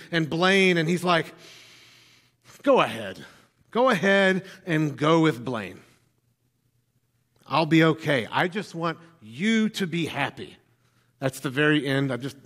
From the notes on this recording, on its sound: filled the pulpit at NPC this morning